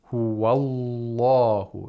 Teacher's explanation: it has to be pronounced with Taghlil, thickness, density actually. Taghlil means density, which is the same as actually as Tafkhim.